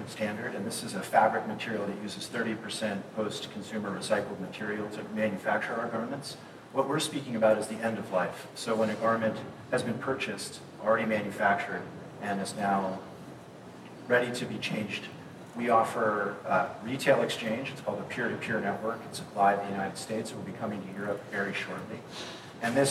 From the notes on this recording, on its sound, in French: La qualité du son, capté avec un téléphone, n’est pas optimale et nous vous prions de nous en excuser